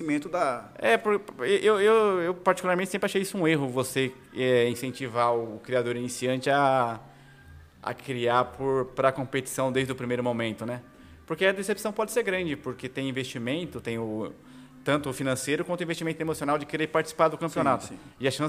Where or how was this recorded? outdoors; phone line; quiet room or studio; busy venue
busy venue